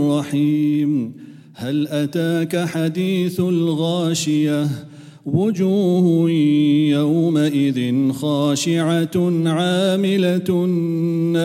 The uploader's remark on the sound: at the Houghton Masjid (West Street)